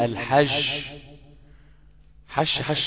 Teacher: وبتنطقه رخو فبتطلعه شبه حرف الشين جدا